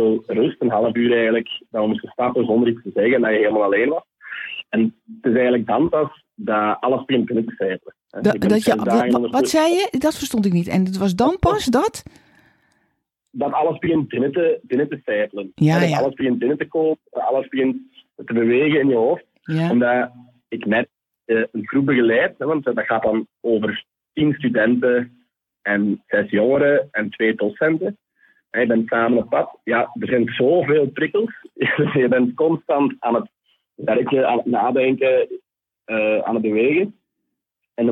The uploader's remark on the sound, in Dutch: Jammer genoeg was de telefoonverbinding erg slecht op de dag van opname. Ik heb natuurlijk opnieuw gebeld, maar het bleef slecht - wellicht door atmosferische omstandigheden...